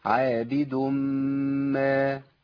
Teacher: اعمل غنه في الميم مقدارها حركتين